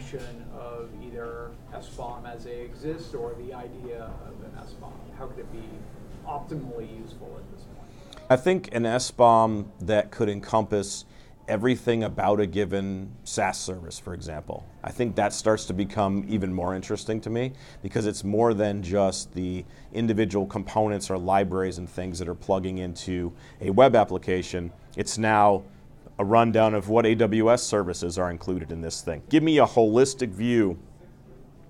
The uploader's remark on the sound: on the sidelines of the 2023 RSA Conference